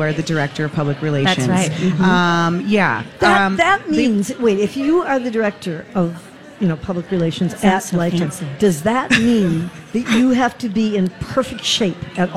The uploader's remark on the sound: Live at the General Store of Minnetonka